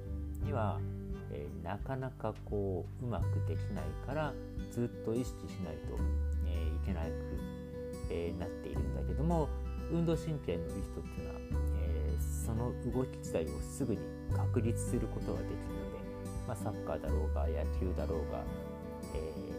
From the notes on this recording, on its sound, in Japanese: 雑音が多くなってしまった上、音声が小さくなりました。